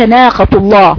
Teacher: القاف ما فيهاش اطباق، فيها فقط استعلاء اقصى اللسان